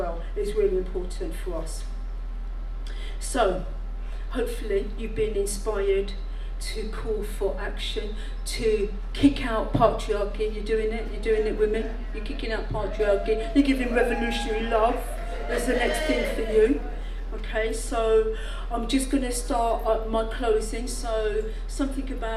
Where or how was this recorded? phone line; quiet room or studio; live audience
live audience